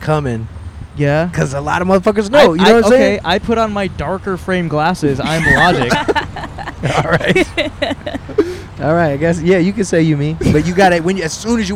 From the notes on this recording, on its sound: Outside a Bougie Grocery Store. In front of Erewhon in Santa Monica, California.